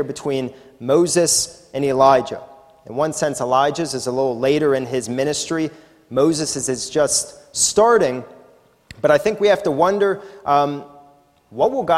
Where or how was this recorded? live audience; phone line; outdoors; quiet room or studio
live audience